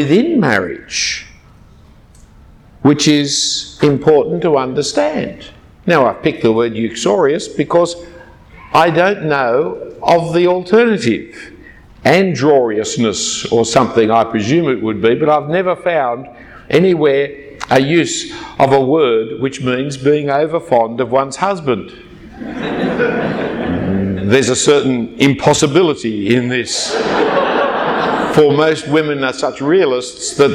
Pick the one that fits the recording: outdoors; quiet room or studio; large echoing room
large echoing room